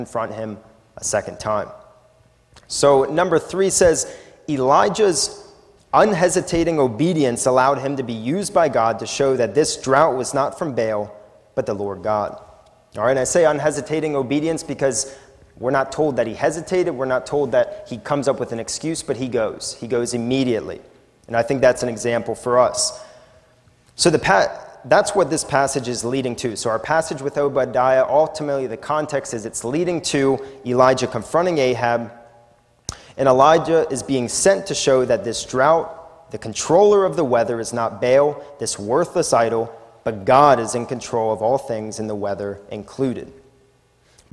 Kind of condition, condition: setting, large echoing room